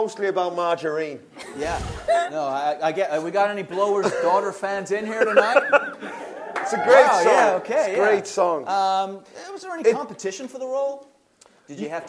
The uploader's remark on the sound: Oh and of course members of the wonderful audience too!